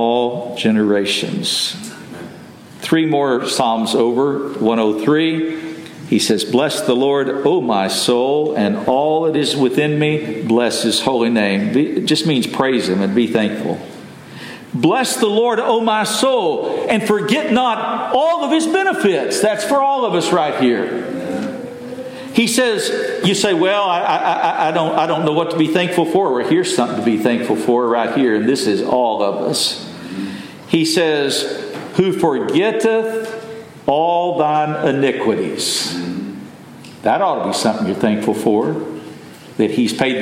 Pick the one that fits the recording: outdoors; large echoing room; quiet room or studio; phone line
large echoing room